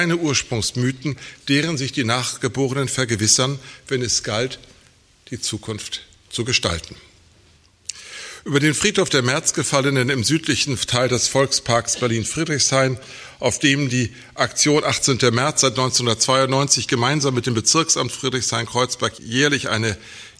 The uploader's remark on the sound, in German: Er hielt den Vortrag im Rahmen der Tagung ‚Friedhof der Märzgefallenen.